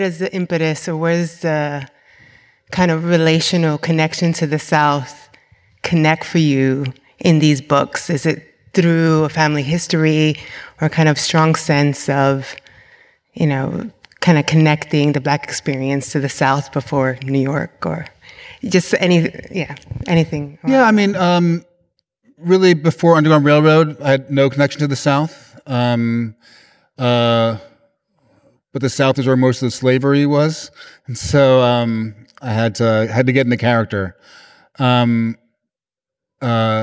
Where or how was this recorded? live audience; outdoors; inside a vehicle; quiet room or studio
live audience